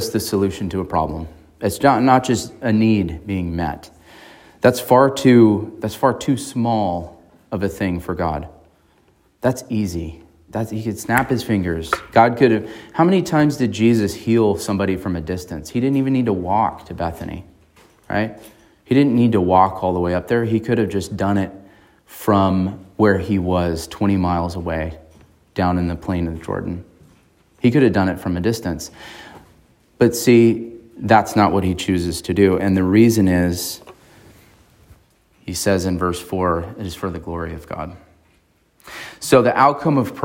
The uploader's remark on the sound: on March 26, 2023 at Emmanuel Baptist Church in Fallbrook, California